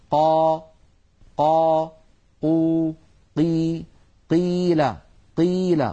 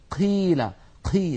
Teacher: قا اسمعوا جيدا لو تكرمتم، قا قا قو قي قيل قيل، ولا نقول قيل قي، لا نجعل هواء يتدفق مع صوت القاف · Shown in: first take